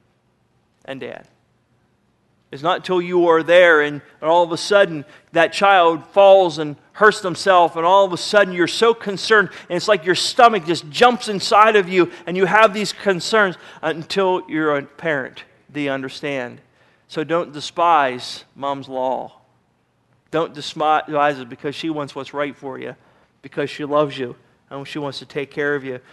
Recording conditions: large echoing room